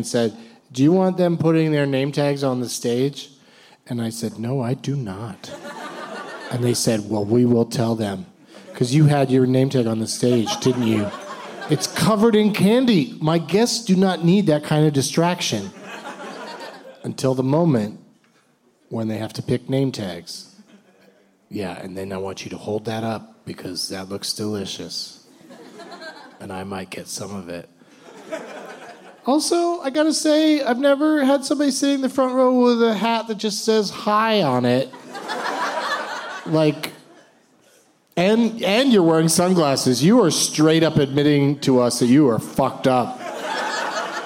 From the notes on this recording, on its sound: Live from the Improv in Brea